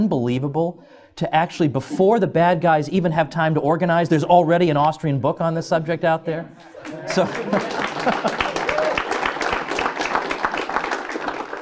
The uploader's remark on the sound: Recorded at the annual Austrian Scholars Conference, Ludwig von Mises Institute, 12 March 2009.